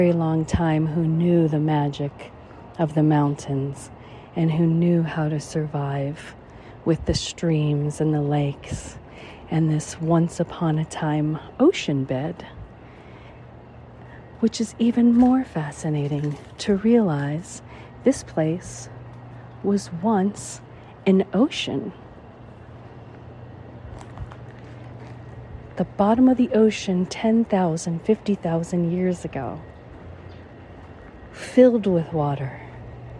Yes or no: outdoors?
yes